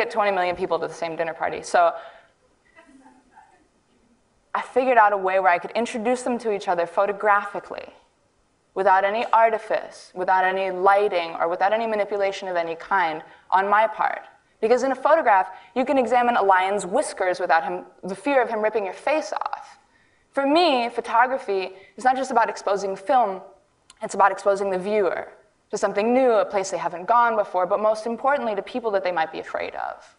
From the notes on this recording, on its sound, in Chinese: 录制于 TEDxWomen